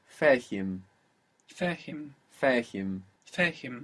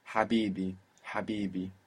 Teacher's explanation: So I would like to mention first that this is a different H, this H. This is more like a H that we have in English, an everyday thinner H · Shown in: first take